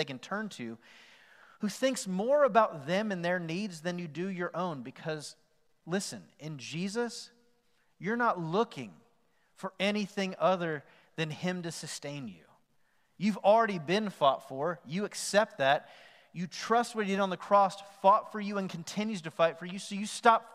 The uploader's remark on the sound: Recorded live on November 8, 2020 at The Fellowship at Mt Juliet.